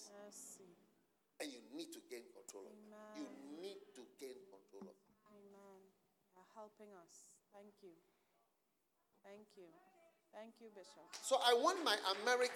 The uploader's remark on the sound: Preached at the Use It or Lose It Camp, USA.